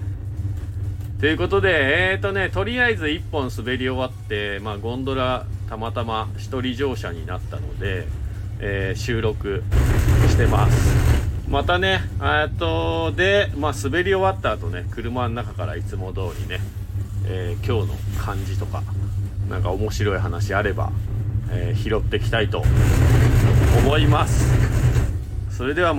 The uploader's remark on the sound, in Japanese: 本日、白馬岩岳スキー場で滑り終了後 白馬さのさかスキー場に移動してクールダウンの２本 その後に車の中から。Stand.fm。